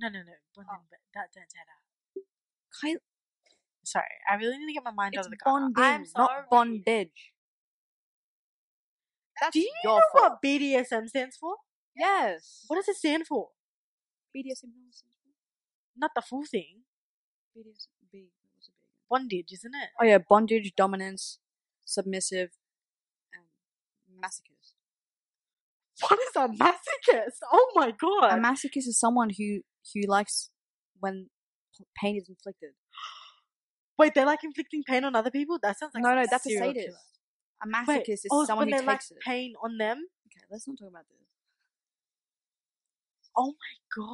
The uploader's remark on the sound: The audio messed up during the editing, we suggest you have your volume up all the way. Recommend using headphones for the first episode.